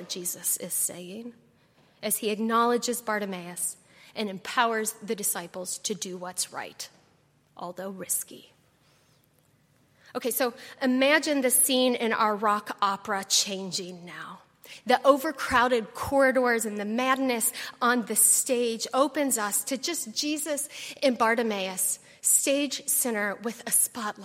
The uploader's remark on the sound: on Sunday, October 28, 2018, at Highland Baptist Church.